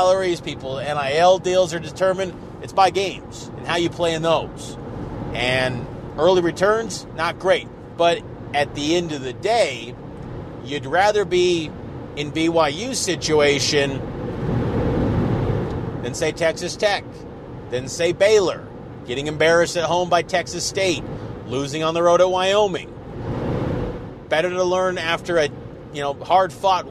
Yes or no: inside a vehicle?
yes